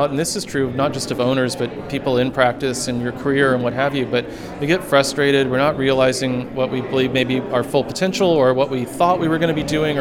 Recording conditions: busy venue